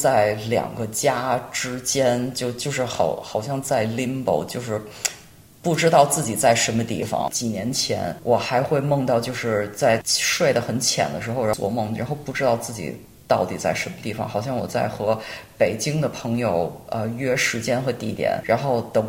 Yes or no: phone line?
no